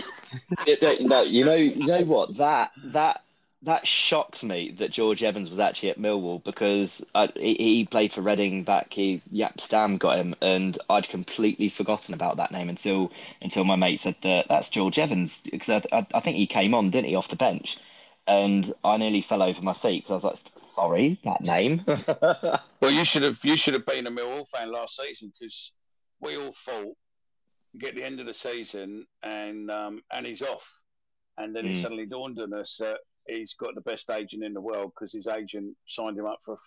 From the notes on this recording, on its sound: That Millwall Call In Show Via X. Recorded Live and could go anywhere.